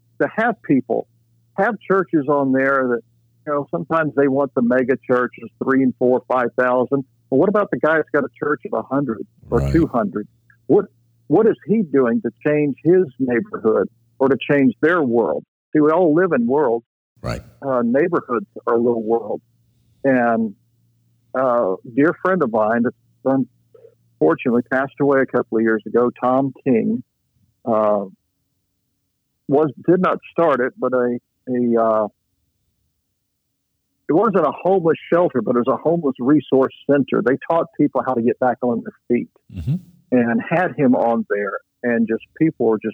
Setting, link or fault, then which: link, phone line